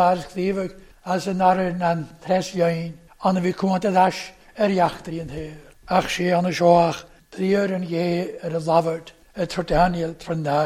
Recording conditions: large echoing room